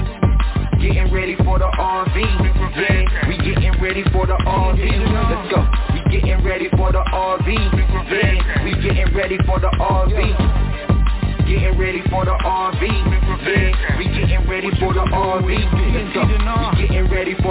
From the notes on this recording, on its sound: TNTSuperfantastic Conference Call.